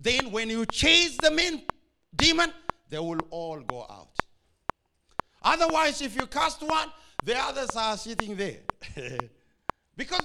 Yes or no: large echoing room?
yes